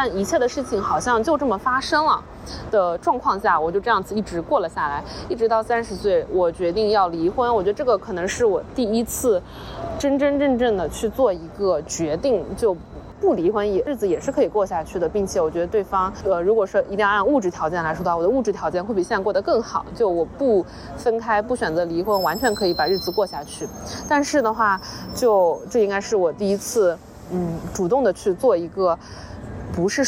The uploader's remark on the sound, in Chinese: 这期是来自塞尔维亚首都贝尔格雷德街头的现场报道。